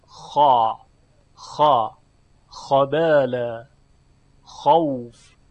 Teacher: ببینید وقتی که ما خا رو مفتوح تلفظ میکنیم خا خا خابل خوف، این استعلا داره و تفخیمش هم خیلی زیاده